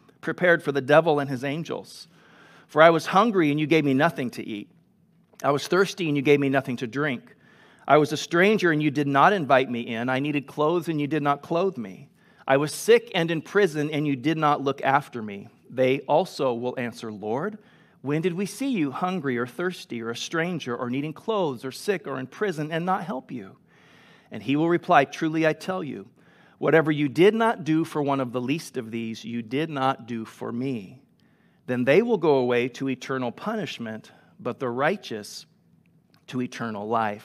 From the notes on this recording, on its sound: Delivered on 5 September 2021 at Grace Church of La Verne